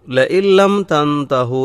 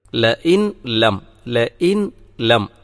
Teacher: ആ നൂന് ലാമിൽ ലയിച്ചു ചേർന്നാണ് ഉച്ചരിക്കപ്പെടേണ്ടത് · Shown in: first take · ലഇൻ ലം എന്നതല്ല പറയണം.